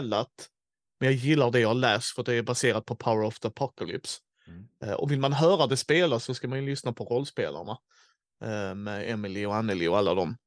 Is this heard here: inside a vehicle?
no